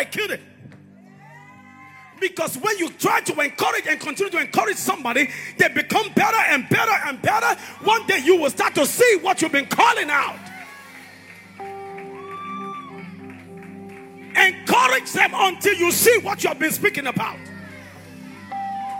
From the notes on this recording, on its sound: live at Konnect church